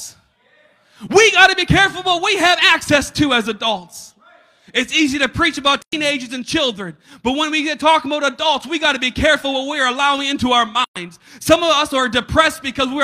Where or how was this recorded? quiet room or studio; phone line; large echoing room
large echoing room